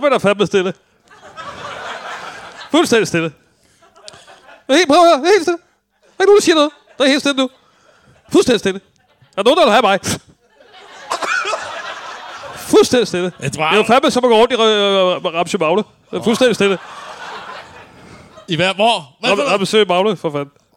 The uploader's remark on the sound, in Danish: Optaget live foran et altid mageløst publikum på et altid mageløst Ramsømagle forsamlingshus.